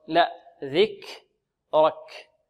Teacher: ورفعنا لك ذكرك مع همس الكاف